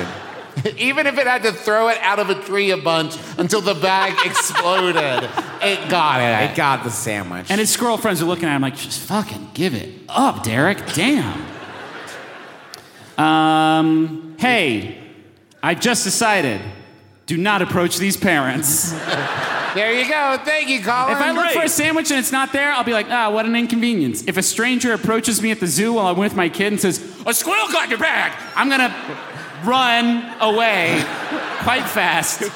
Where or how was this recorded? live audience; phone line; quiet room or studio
live audience